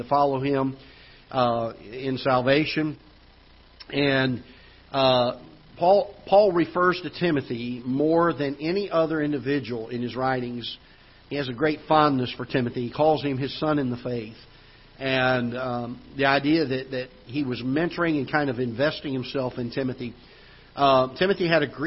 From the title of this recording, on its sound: Ketha Heights Baptist Church ~ Live Broadcast